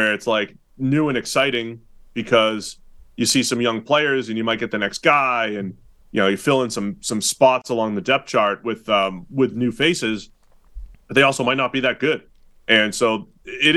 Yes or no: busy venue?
no